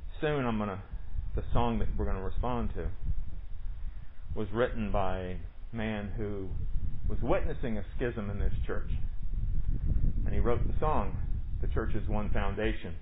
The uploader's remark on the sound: Recorded during worship on Sunday, July 19, 2020, under the pavilion